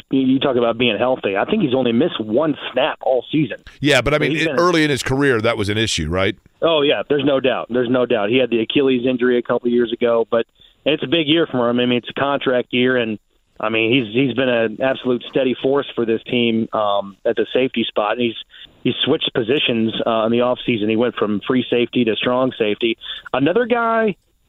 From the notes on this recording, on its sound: opens the phone line up for listeners